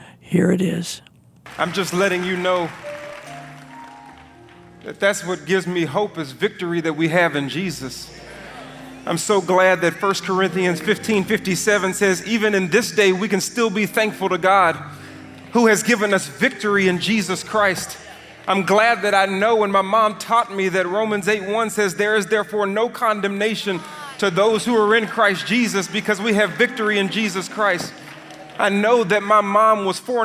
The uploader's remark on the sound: delivered at his Mother’s funeral